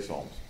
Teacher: We just leave the P off.